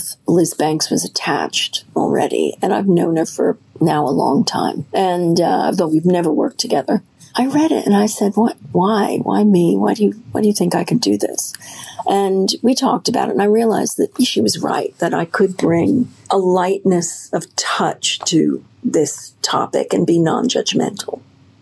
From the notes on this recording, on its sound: we had to record this episode on our phones